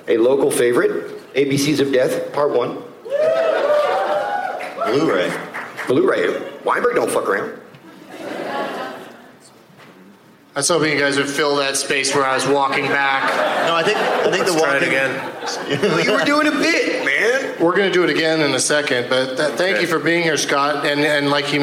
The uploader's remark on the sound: Live from SXSW in Austin TX